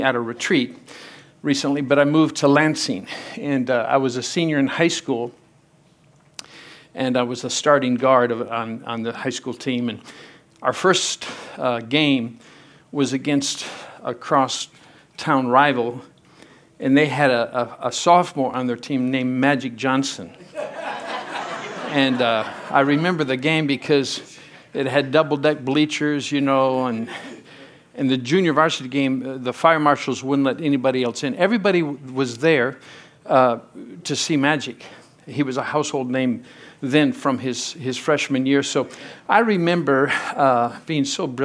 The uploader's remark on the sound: from the Sunday service on November 26, 2023 at Harvest Bible Church in Stockton, CA.